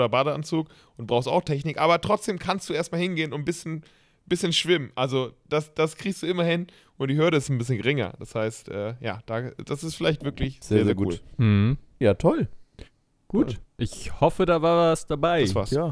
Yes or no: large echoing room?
no